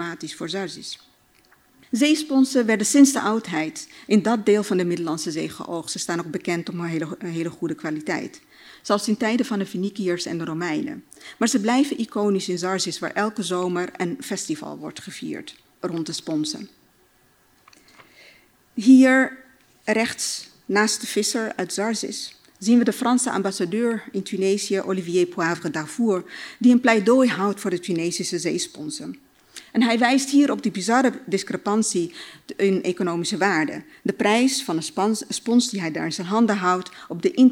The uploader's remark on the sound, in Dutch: vertelde op het Betweter Festival